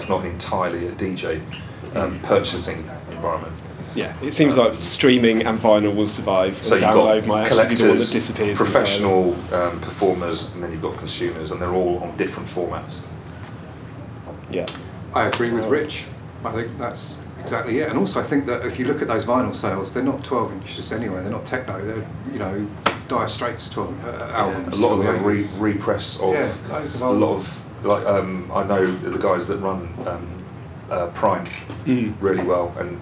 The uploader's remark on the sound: Station H - Live at Brighton Music Conference 2019. After finding a corner in a somewhat noisy ante-room off the main conference drag (with staff coming and going throughout).